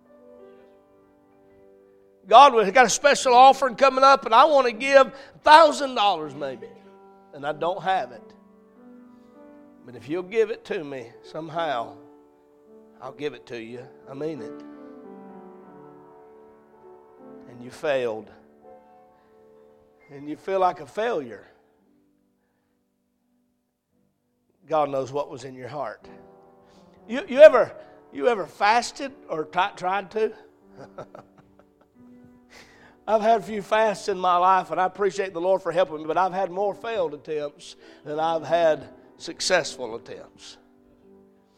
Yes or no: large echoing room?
yes